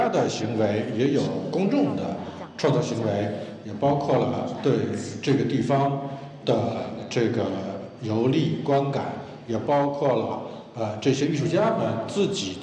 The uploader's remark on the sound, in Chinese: 在UABB的“关于罗湖的集体漂流分享会”录音。